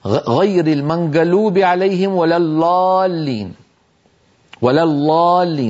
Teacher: أن نسمع أحد يجعل الضاد لاما مفخمة · Term: لام مفخمة